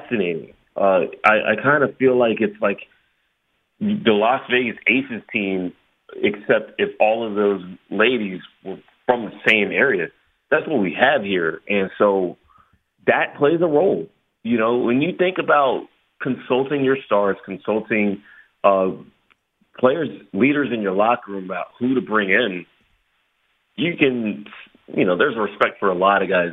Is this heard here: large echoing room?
no